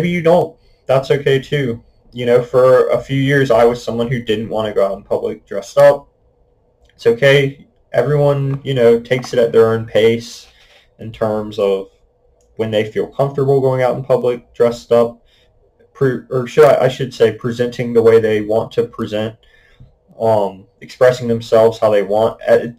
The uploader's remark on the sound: I would like to apologize for the messy audio quality, I am still figuring out the proper way to use my new microphone